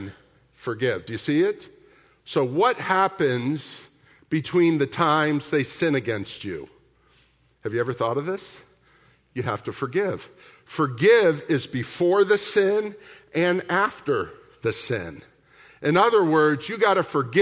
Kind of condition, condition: setting, large echoing room